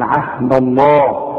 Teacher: الذين ينقضون عهد الله، لفظ الجلالة ما دام مفتوح، ما دام لفظ الجلالة يسبقه حرف مفتوح عهد الدال دي، ما دام مفتوحة نفخم لفظ الجلالة